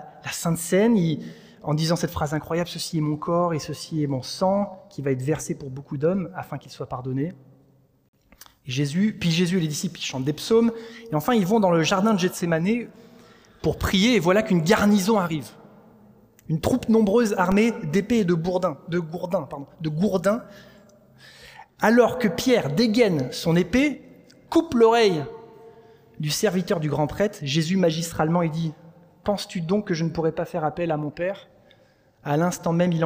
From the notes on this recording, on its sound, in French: Enregistré à l'église CVV